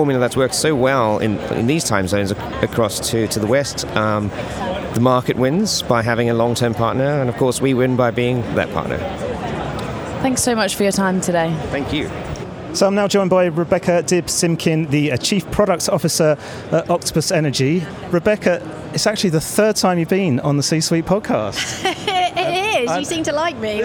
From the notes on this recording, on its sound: The first of three episodes recorded at Money20/20 Europe 2023, that took place in Amsterdam in June. We recorded a series of interviews with a number of the speakers from the conference.